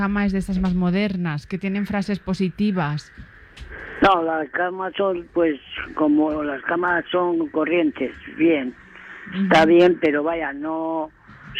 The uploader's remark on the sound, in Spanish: En la llamada Troll. Se insinúa sin pudor al recepcionista que ha contestado el teléfono.